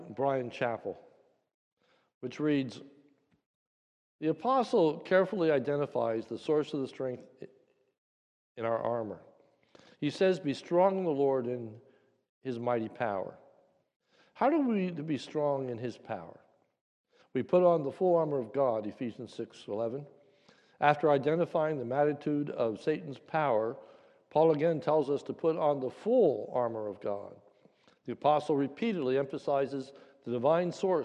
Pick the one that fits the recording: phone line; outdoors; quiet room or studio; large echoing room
large echoing room